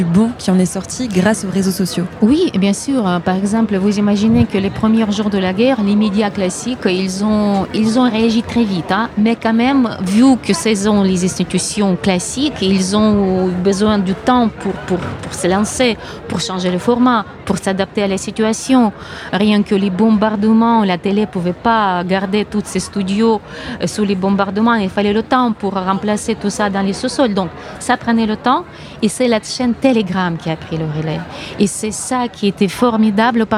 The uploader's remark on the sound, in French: En direct du Forum mondial Normandie Pour La Paix. Pour couvrir l'événement, Phénix a délocalisé son studio le temps d'une émission spéciale (1h) en direct de l'Abbaye aux Dames.